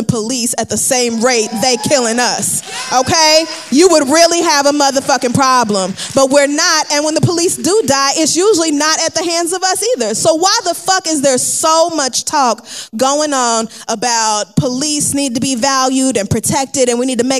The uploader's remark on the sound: The Read Live From London